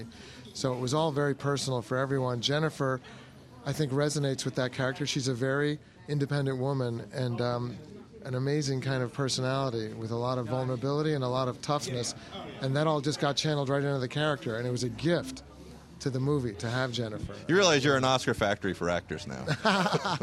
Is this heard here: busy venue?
yes